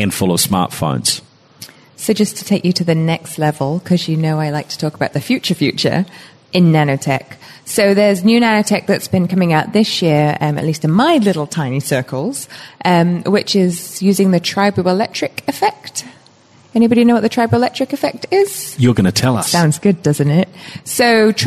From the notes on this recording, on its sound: in front a live audience